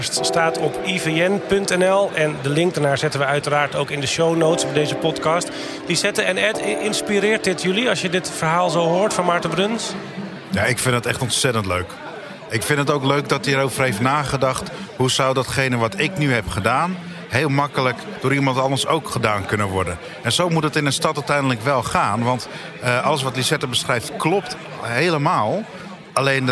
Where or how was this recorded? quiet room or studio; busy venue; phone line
busy venue